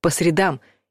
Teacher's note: Если мы имеем в виду день недели, а чаще всего так и есть, то ставим ударение на последний слог — по средам.